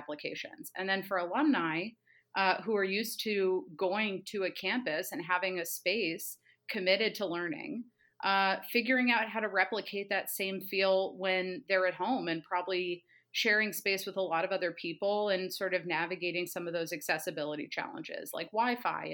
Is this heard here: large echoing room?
no